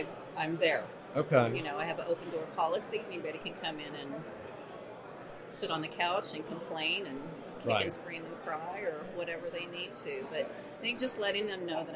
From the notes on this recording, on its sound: Live From Orlando. At the Medical Practice Excellence: Financial and Operations Conference in Orlando.